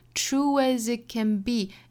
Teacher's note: it 后面的 t 的发音就不要发了 · Term: 辅音的省读